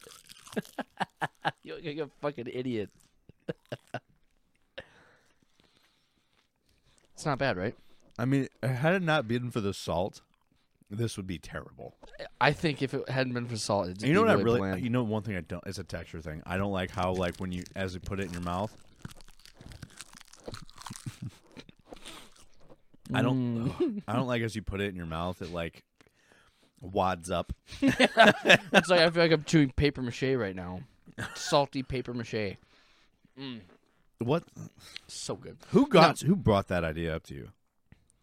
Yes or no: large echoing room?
no